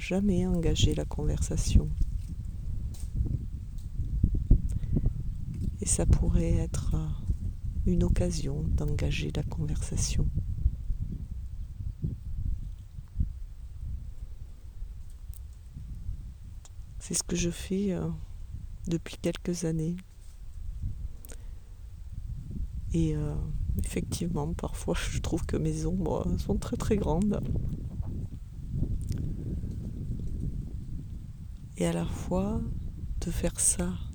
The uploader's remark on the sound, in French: un épisode un peu spécial, ***sans montage***, donc sans musique et peut-être avec des bruits parasites